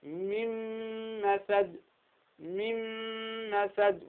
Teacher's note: ندغمها في الحرف الثاني ويصير النون والميم التي تليها ماذا؟ حرفا واحدا كالثاني كالميم مشددا · Term: إدغاما بغنة